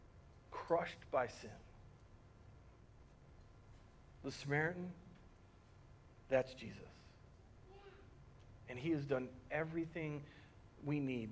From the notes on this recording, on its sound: Recorded on March 15th, 2020 at Word of Life Church in Le Sueur, MN.